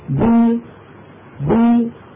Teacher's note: بو الباء المكسورة بي بي، الشفتان ابتعدتا عن بعضهما هذا مخرج الباء، وانخفض الفك السفلي إلى أسفل هذا مخرج الياء. يا أي أي الياء تخرج بي من وسط اللسان مع خفض قليل الفك السفلي.